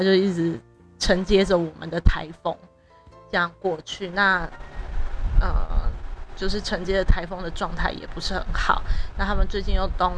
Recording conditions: background noise